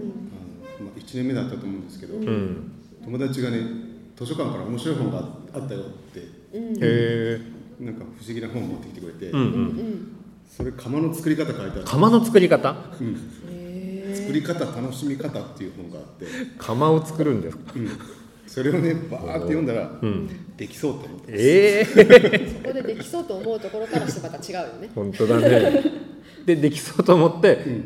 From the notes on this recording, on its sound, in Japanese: 初の公開収録の放送です。